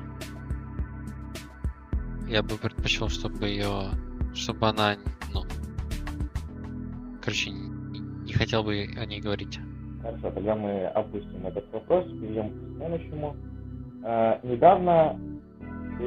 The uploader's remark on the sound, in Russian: Сразу хочу извинится за качество моего голоса в данном эпизоде. Я не ожидал таких проблем, но на момент записи я просто ничего не смог сделать и пришлось записать вот так.